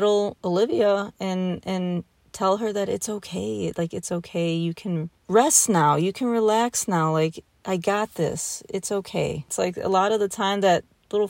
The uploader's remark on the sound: Sitting in my car late at night in Kentucky.